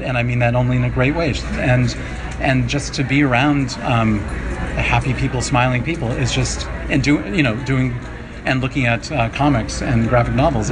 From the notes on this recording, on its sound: Live at MICE. Head to the Massachusetts Independent Comics Expo (MICE) in Cambridge, Mass.